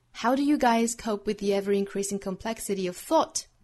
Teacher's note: cope with the ever-increasing complexity of thought that comes with maturity?那因为整句话是比较长的，所以一般来说可能会在中间要停顿一到两次。如果停顿的话呢，我们可以选择在 thought 这个词的后面停顿